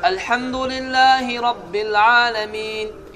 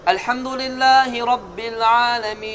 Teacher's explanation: Sən burada təcvid əhkamına görə, hafsan asma görə 3 formada uzada bilərsən. 2 hərəkə, 4 hərəkə və 6 hərəkə. · Term: məddül aridli sukun